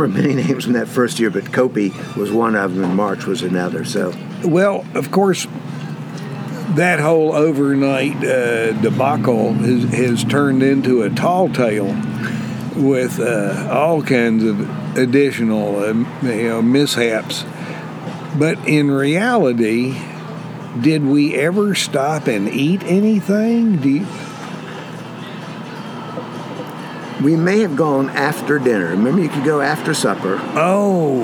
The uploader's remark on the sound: Sat outdoors on a nice spring day and shot the breeze in the breeze. This episode was recorded at Green River Barbecue in Saluda, NC and we were just playing around.